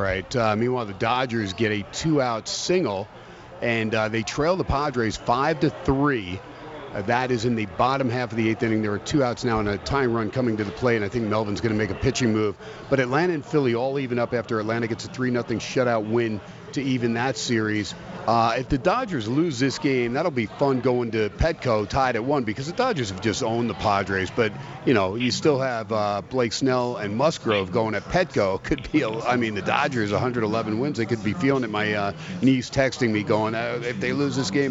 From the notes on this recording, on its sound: "Live" from Steiner's Pub in Las Vegas